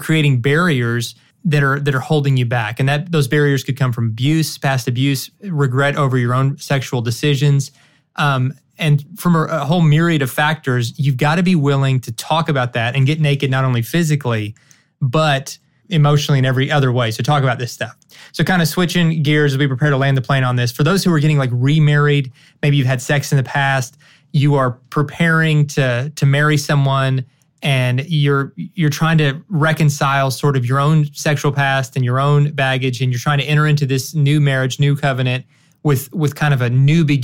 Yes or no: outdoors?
no